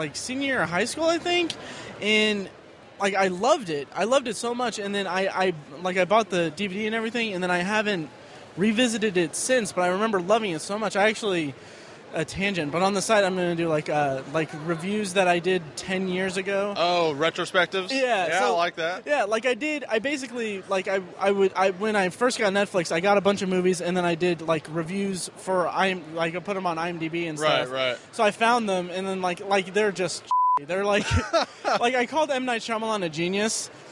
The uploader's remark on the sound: Booth Recordings with Con Attendees. Recorded live from our booth at Indy PopCon!